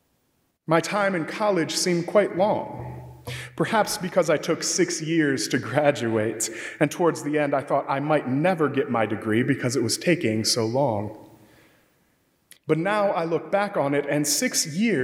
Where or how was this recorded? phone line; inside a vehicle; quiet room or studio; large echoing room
large echoing room